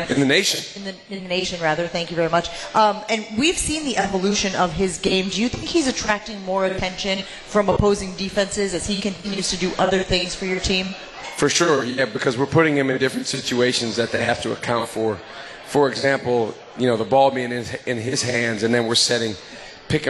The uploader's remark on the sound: LIVE from MOTOR Bar & Restaurant